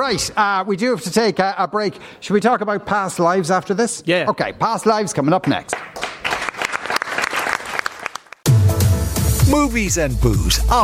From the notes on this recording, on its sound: LIVE from Athlone Springs Hotel